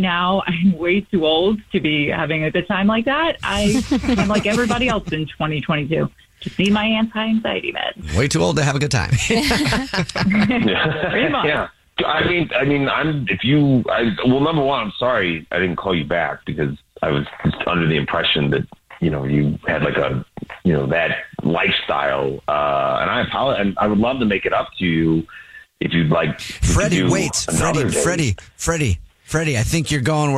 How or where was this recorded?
phone line